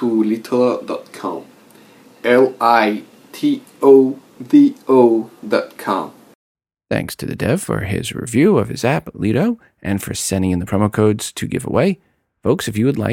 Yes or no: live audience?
no